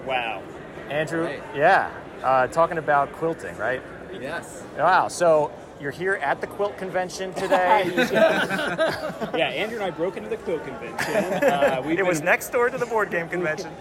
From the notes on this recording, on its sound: Live from PAX Unplugged 2023.